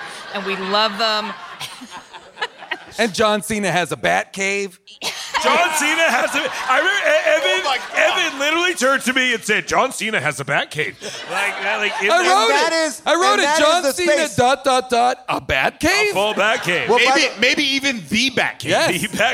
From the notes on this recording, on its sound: An audience member's name shocks everyone. LIVE from Largo in LA.